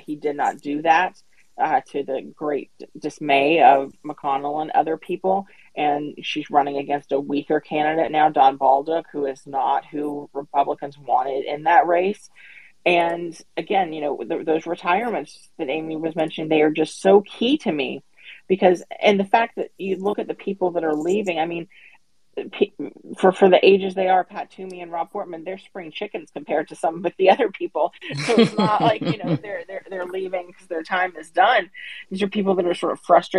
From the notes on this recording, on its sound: This conversation was recorded via Twitter Spaces